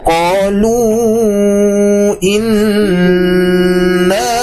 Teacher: Tuh, inna di sini ada gunnah musyaddadah. Ditahan terlebih dahulu.